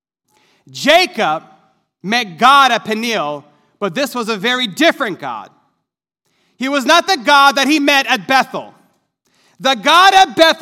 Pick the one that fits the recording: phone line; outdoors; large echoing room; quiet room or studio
large echoing room